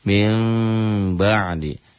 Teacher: dibacanya mim bunyi m tapi samar, tetap bibirnya enggak nutup rapat · ada unsur m-nya dan ada unsur ng-nya samar · Term: iklab